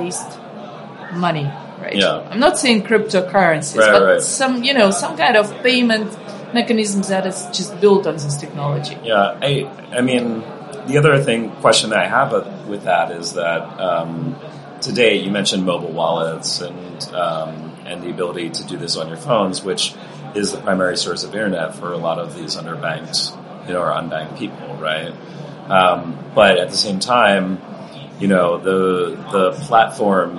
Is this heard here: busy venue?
yes